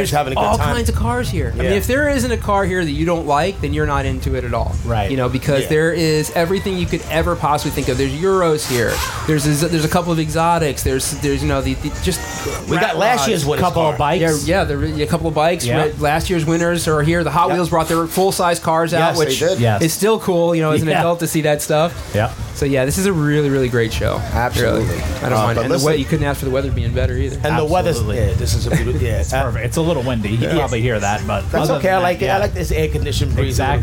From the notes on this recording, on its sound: We are live at The Hot Wheels Legends Tour in Secaucus, NJ.